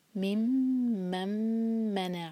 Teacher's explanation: دو میم ہیں جن پر شدہ ہے، تو دونوں میم پر غنہ کا ٹائم دینا ہے، ممن منع. اور جو سیکنڈ جو ہے منع کا جو میم ہے اس پر زور دیا جائے گا کیونکہ یہاں سے تھری لیٹر ورڈ شروع ہو رہا ہے.